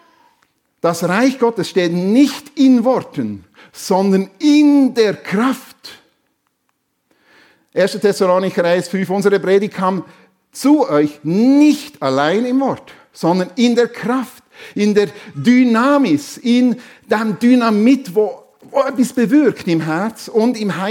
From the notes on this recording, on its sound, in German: Predigt der FEG Sumiswald an Pfingsten 2023